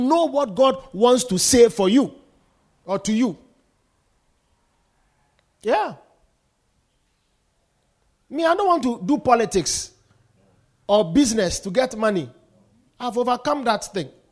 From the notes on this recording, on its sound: Preached at the Poimen Church-HQ on the 21st of January 2024.